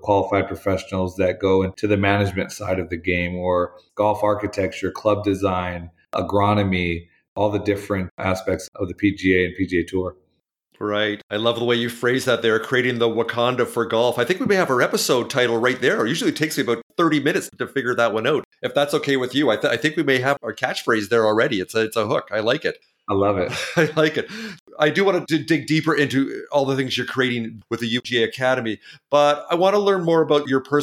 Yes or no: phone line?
no